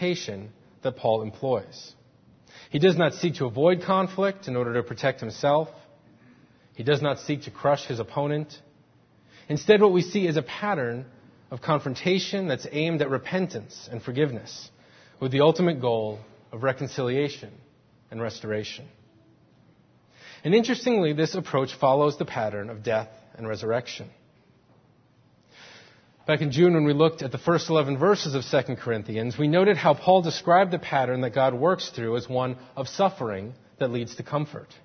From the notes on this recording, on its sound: Faith Presbyterian Church – Morning Service